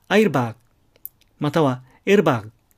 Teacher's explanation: 最後のグという音は非常に弱くなってしまいます